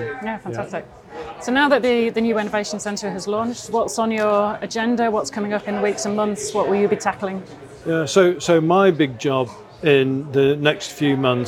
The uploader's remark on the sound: This podcast was recorded on site at The Royal Highland Show in Edinburgh.